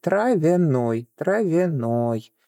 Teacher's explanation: в первой предударной позиции у нас замена происходит на «и» с призвуком «э»